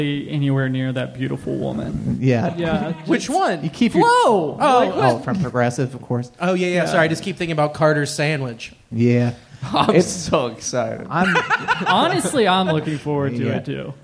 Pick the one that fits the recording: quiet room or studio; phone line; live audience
live audience